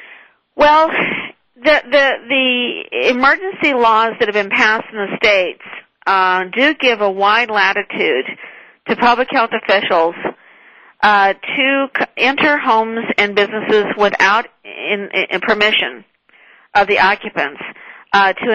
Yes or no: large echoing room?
no